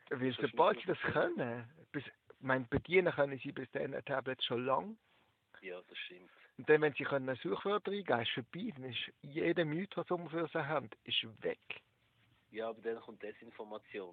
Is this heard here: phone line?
yes